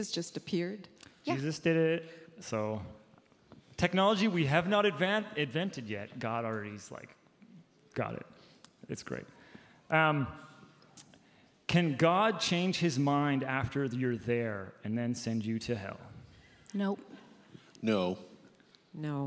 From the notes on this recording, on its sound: Our panel of ministry staff took the stage